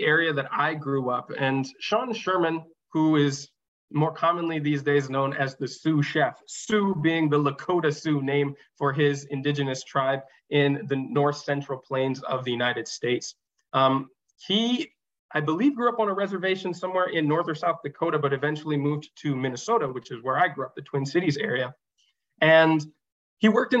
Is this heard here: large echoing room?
no